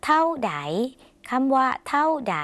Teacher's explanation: คำว่าเท่าเสียงภาษาลาวออกเสียงสระเสียงสั้น